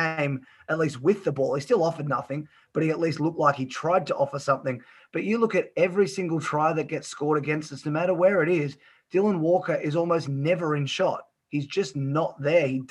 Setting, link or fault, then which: link, video call